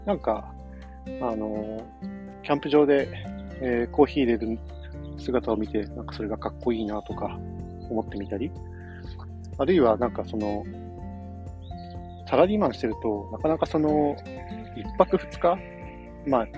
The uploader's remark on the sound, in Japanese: 朝の日光と小鳥のさえずりを聴きながらのひとり語り。徹夜ではないけど夜中に仕事を一つ仕上げてからのあさんぽ中に録音。まだ肌寒くて鼻すすり音が凄いです笑。